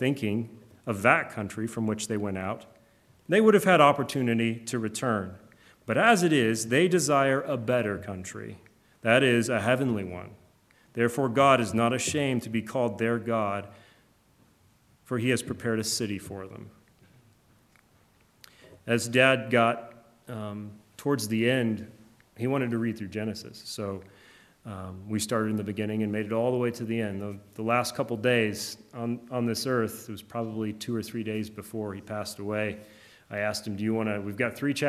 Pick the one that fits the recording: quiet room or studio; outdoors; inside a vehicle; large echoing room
large echoing room